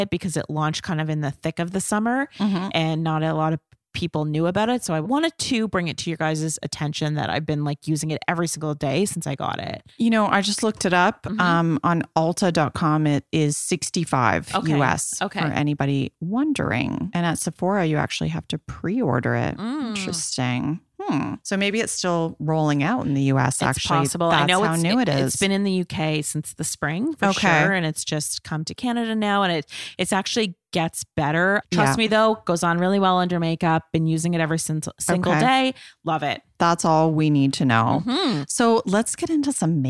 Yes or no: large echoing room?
no